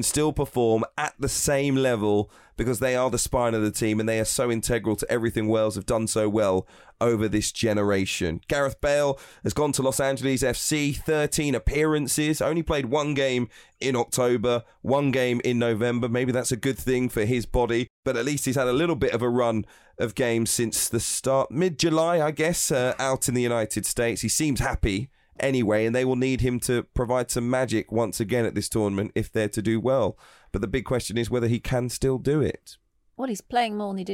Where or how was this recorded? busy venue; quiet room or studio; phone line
quiet room or studio